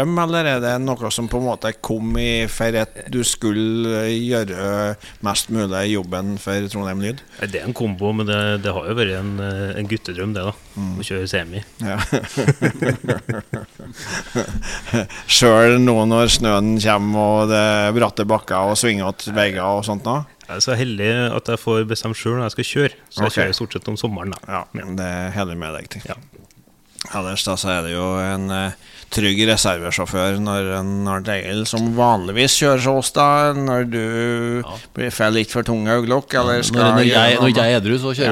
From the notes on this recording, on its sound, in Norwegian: Denne Artipodden er innspilt backstage i Meråker.